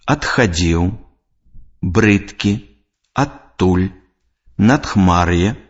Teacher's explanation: Звонкі зычны «д» у сярэдзіне слова перад глухімі зычнымі вымаўляецца як глухі зычны «т».